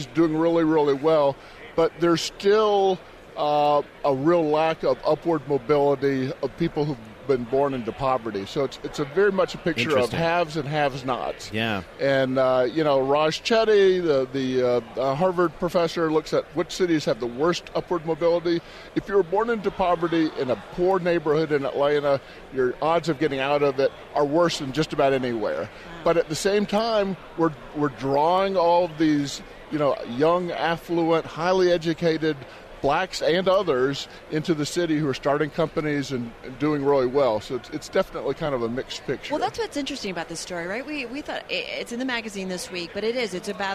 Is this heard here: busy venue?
yes